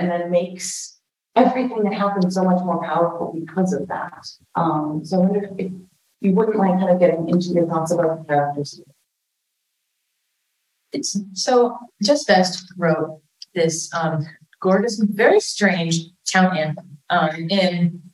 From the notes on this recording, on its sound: We're so excited to share this live recording of one of our talks at the 2022 University of Pittsburgh Queer Horror Week! This talk was recorded live in a classroom- so the audio is a little rougher than our usual fare.